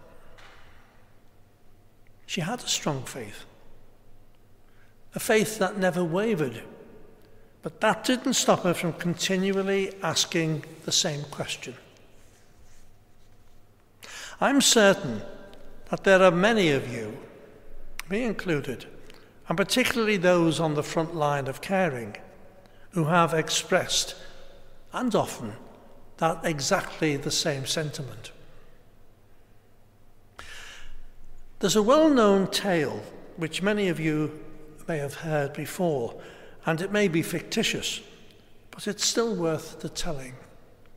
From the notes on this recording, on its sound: Celebrated a special Mass for those affected by the COVID-19 pandemic. Preached in the Blessed Sacrament Chapel of Liverpool's Metropolitan Cathedral of Christ the King.